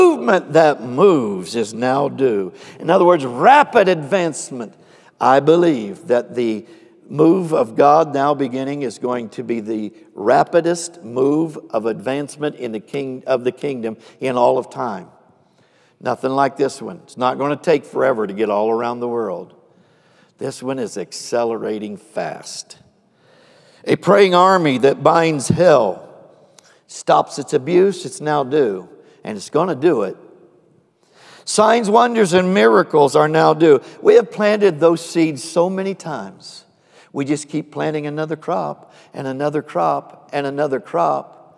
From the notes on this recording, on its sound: Recorded live on 10/24/21.